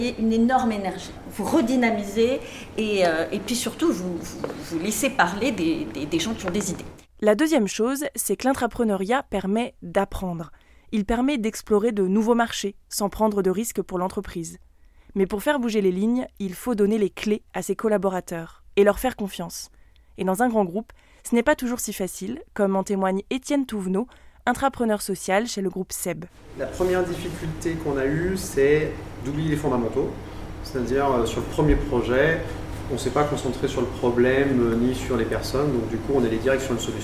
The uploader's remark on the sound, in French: Pour en parler, Sparklab a organisé sa première soirée Curiosity. Une table-ronde au Café Joyeux, à Lyon, a réuni trois intervenants venus partager leur expérience.